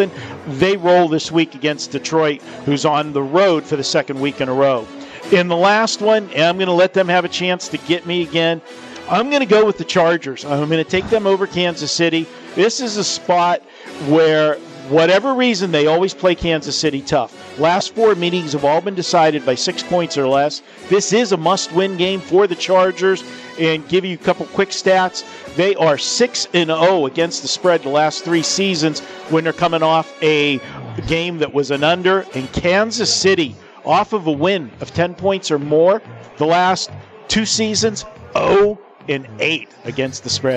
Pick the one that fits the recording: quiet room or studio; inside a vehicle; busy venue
busy venue